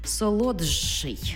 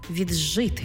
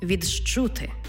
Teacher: Звуки «д», «т» перед шиплячими змінюються на шиплячі африкати.